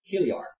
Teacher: the Greek pronunciation, the CH is a guttural sound